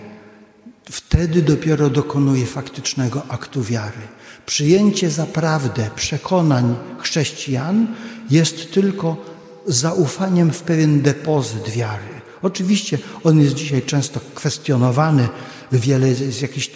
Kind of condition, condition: setting, large echoing room